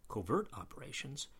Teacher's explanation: with a stress on the second syllable instead of the first